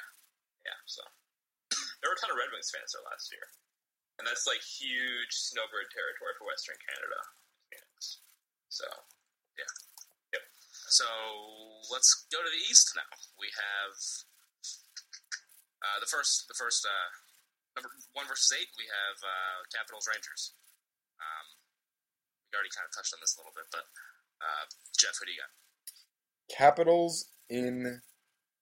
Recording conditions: poor sound quality